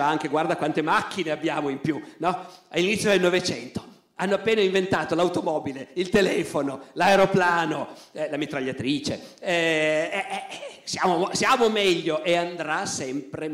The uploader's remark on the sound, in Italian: Roma. Audio registrato in loco.